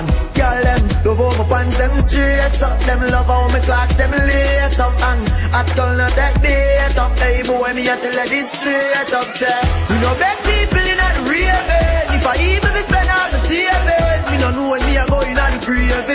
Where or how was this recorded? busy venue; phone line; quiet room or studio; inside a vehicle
busy venue